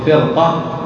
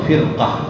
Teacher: نلاحظ أن الراء ساكنة سبقت بكسر الأصل ترقق لكن جاءت بعدها القاف التي هي من حروف الاستعلاء ومفتوحة فينتقل تفخيمها إلى الراء ويغلب · Shown in: first take · قل فرقة ولا تقل فرقة بترقيق الراء هذا خطأ.